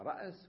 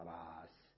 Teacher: فلاحظ الراء مفتوحة في رأس فأقول راس لأن الفتحة يناسبها الألف · Term: تخفيف